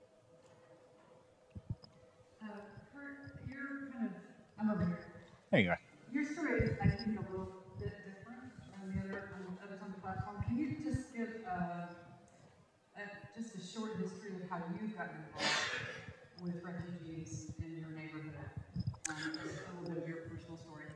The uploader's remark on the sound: Q & A Recorded 18 February 2016 Brookside Campus